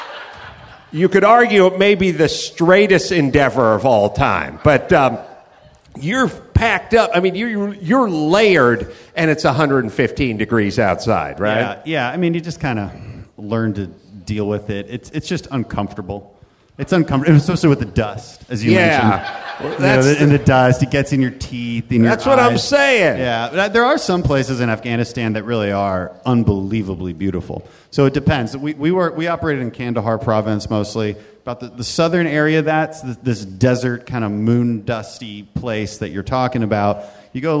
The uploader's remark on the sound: Live from the Houston Improv